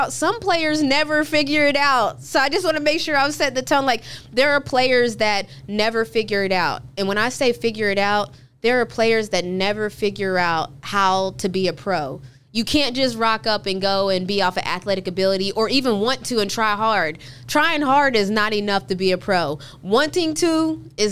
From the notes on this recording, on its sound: Is on location from the Atlanta Dream Media Day.